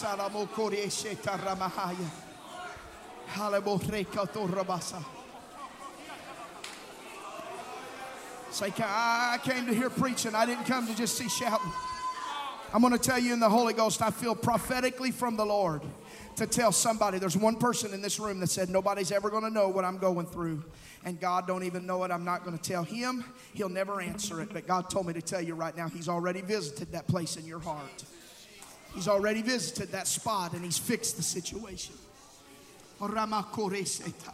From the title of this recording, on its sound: Sunday Night Worship Service